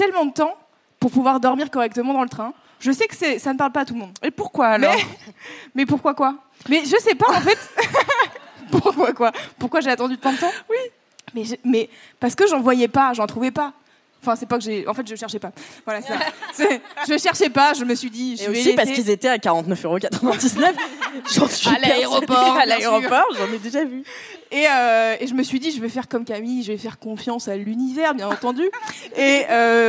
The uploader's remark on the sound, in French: LIVE au Paris Podcast Festival. Merci au Paris Podcast Festival pour cet accueil, et à vous, public, d'avoir ri à nos blagues en direct.